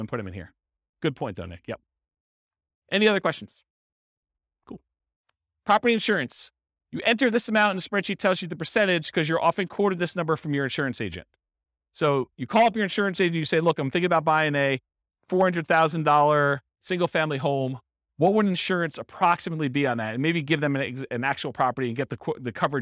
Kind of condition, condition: setting, live audience